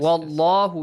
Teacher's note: But the next one is wallahu, it's a heavy lam